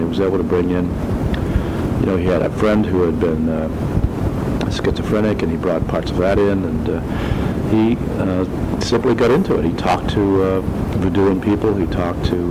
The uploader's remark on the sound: This was recorded on cassette so please excuse the old-fashioned noise in the background.